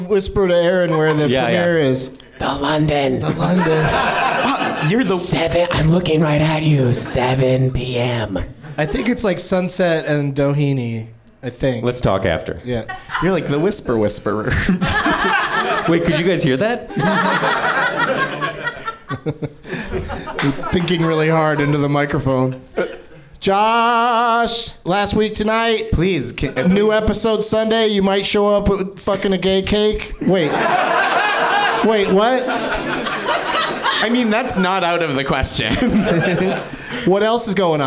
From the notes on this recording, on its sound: Live from the NerdMelt Showroom in LA